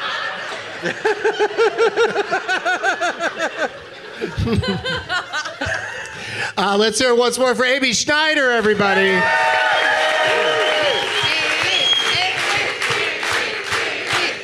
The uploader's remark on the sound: Live from the Gateway Theatre as part of San Francisco Sketchfest.